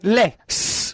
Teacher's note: The s must be unvoiced. You can't use a zzz like a B.